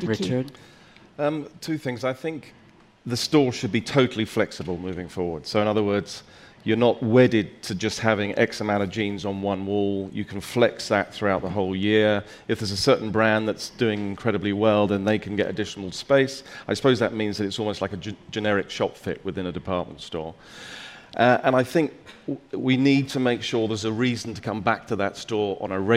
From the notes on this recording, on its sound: A panel of retail space experts gathered on stage at #BoFVOICES in December 2016.